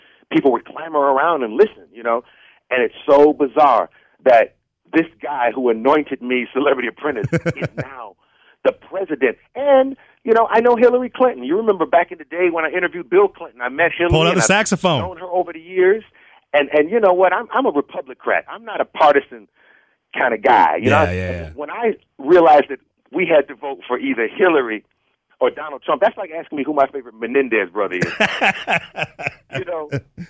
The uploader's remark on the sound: called into Comedy 1031